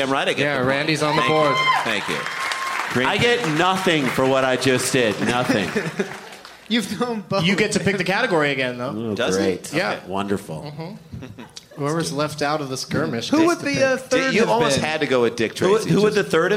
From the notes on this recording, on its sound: Live from the Improv in Tempe, AZ